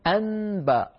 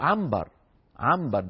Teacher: فيقلبون النون الساكنة إلى حرف من مخرج الباء وهو الميم، وهو يشارك الباء في المخرج ويشارك النون في الغنة . فلما قلبوا النون الساكنة التي فيها غنة إلى ميم ساكنة · Term: يقلبون النون إلى ميم